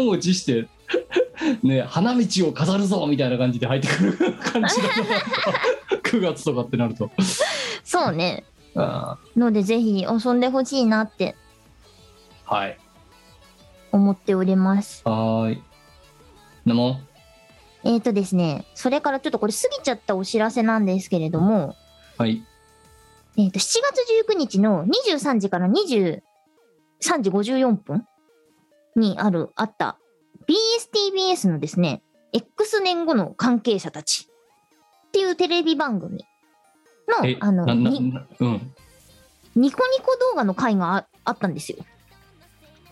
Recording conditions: video call